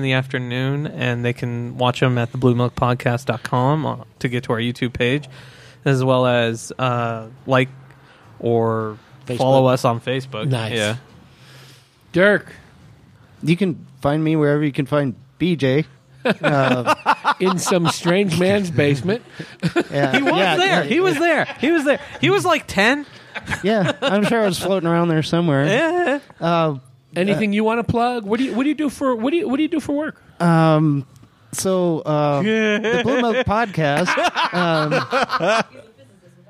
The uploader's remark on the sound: Recorded at The Park Plaza Liquor & Deli. Recorded at The Park Plaza Liquor & Deli.